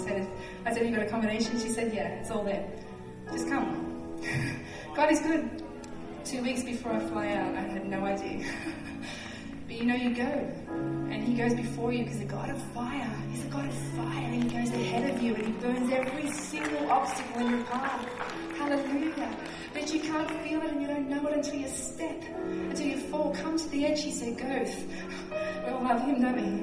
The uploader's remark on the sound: at Resurgence Edmonton on June 9, 2012